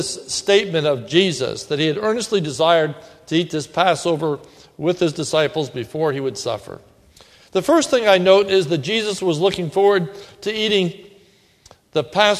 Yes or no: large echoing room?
yes